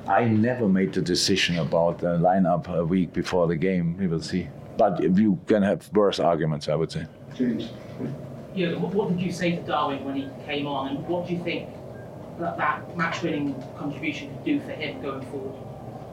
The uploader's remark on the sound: LFC Post-Match Press Conference